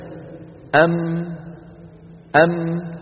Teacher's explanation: أم، نعيد الصورة، أم، انظروا إلى شفتي، أم أم، كيف خرجت هذه الميم؟ بتصادم الشفة العليا مع السفلى · Term: الحرف إن كان ساكنا